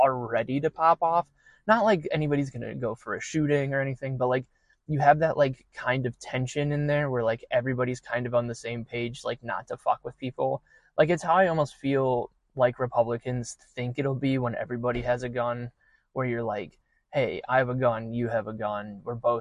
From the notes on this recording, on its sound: Recorded in my car at a local park.